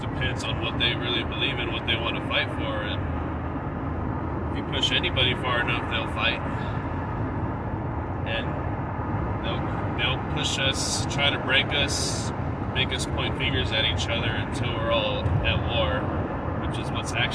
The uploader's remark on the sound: The Carcast. Giving a quick update while driving to work.